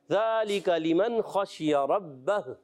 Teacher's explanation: خا کو پر رکھنا ہے اور آخر میں با کو ساکن کر دیں گے